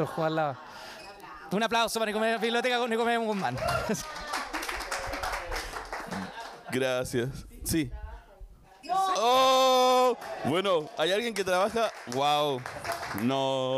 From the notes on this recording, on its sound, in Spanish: Seguimos con los conversatorios en vivo, con público y en la tremenda Cervecería Intrinsical